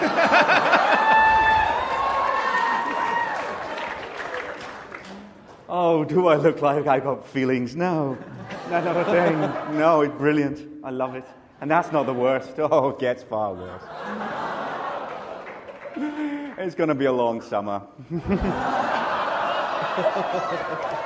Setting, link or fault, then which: setting, live audience